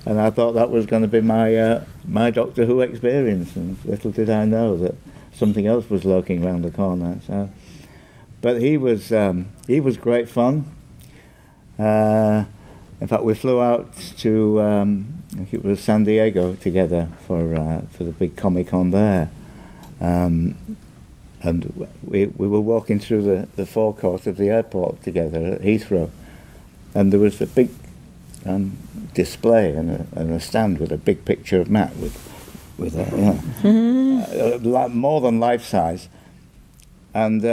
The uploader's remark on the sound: Recorded, at MCM London 2017, here’s the full press panel.